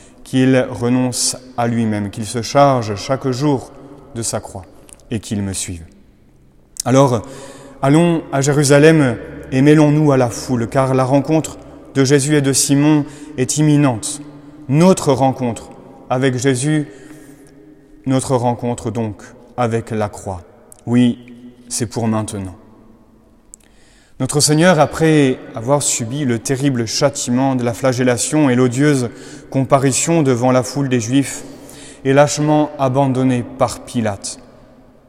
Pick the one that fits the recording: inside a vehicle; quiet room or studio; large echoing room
large echoing room